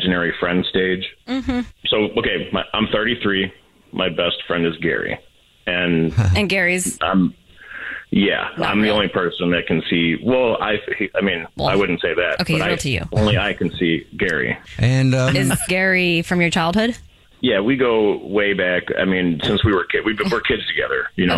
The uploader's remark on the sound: The man on the phone.